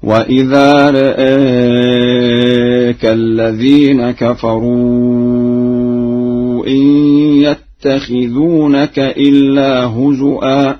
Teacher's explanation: قرأ ورش بتقليل الراء والهمزة في لفظ رآك وبالهمز في لفظ هزوا هكذا: وإذا رآك الذين كفروا إن يتخذونك إلا هزوا.